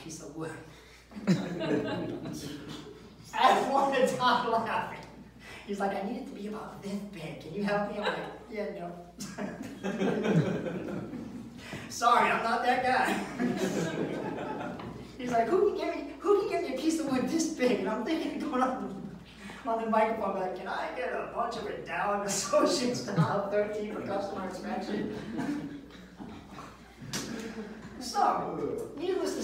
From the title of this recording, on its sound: Live at the MEG